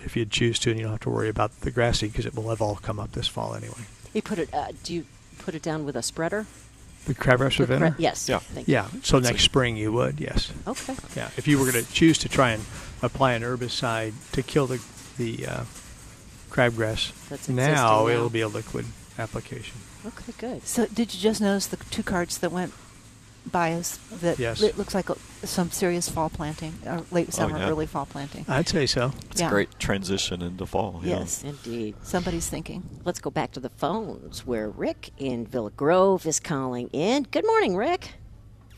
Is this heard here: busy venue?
yes